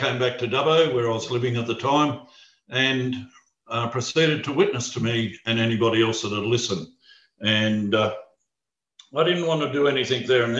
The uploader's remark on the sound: Talk 1 from the Wednesday United zoom meeting on 17 February 2021.